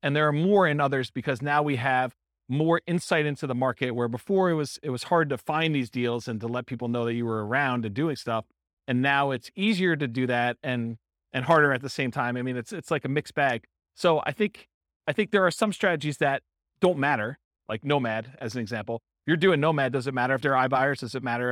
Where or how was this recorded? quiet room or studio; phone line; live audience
live audience